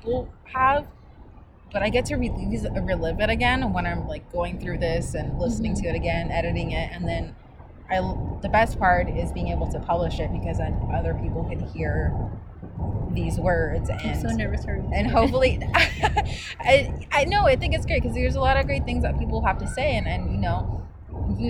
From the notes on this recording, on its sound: Recorded in a park on a warm day.